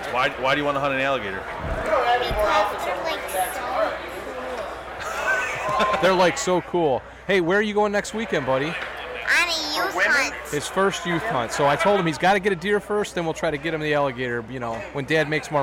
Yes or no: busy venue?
yes